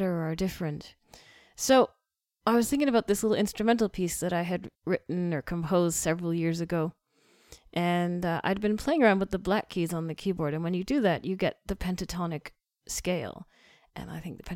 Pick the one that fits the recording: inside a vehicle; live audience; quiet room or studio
quiet room or studio